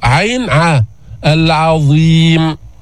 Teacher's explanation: العين لمجاورتها الظاء المستعلية لا تفخم